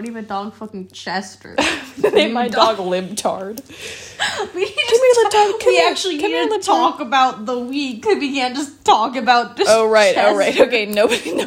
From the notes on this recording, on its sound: Two crackheads and no microphone.